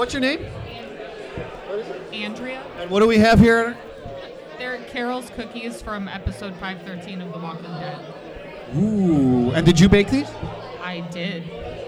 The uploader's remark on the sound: Live from Carol and John's Comic Shop in Cleveland. More FCBD 2018 revelers.